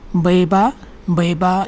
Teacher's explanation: baiba is not breathy, flat